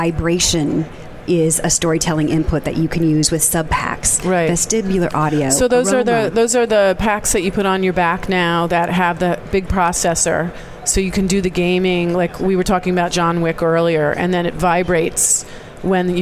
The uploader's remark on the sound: Day 2 Live at NAB show 2017! To bring you all the digital thought leadership live from the NAB show 2017 Advanced Advertising Pavilion.